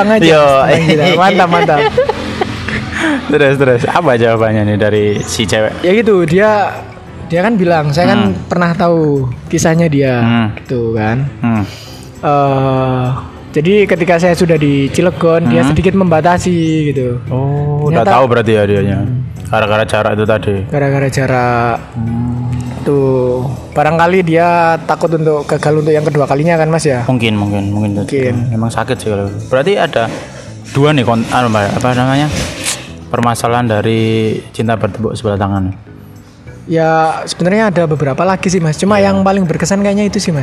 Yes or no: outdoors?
yes